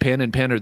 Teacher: in my accent, in my dialect, pen and pen are pronounced exactly the same way. But in some places, they're not.